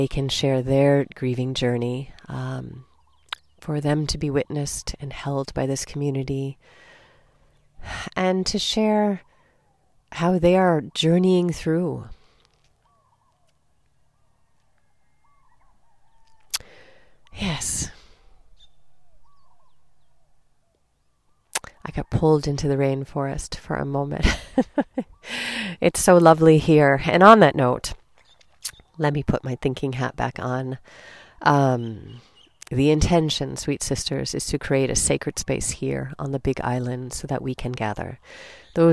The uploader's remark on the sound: Recorded 'mom style' (no frills, just me, a mic and the Hawaiian rainforest).